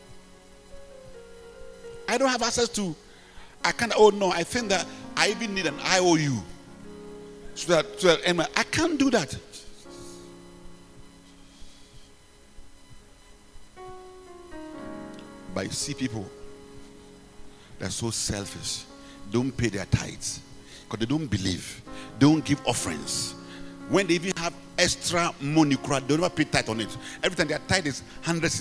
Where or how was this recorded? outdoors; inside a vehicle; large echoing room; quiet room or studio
large echoing room